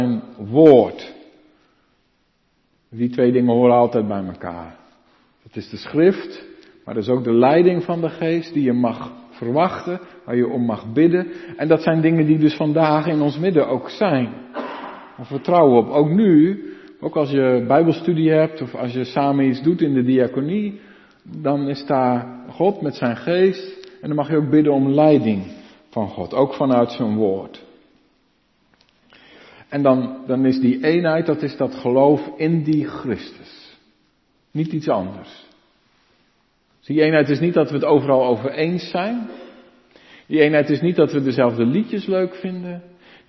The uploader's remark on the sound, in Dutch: De preek is op 5 februari 2023 opgenomen in de Maranathakerk in Groningen